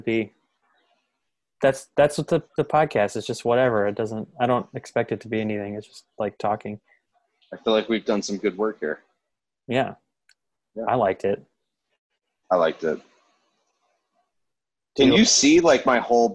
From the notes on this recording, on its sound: we’re back with another Zoom call episode